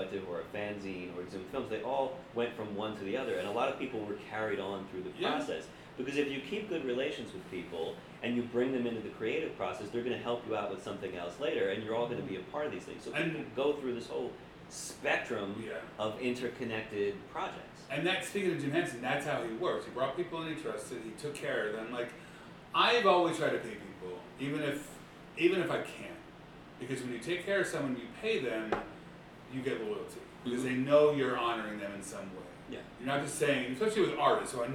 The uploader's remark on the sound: This is part of a series called "Conversations with Friends" which are edited very simple with the intention to make the listener feel like they are in the room just listening. It's not meant to have perfect sound or detailed editing, but a more loose style of documentary raw audio recording.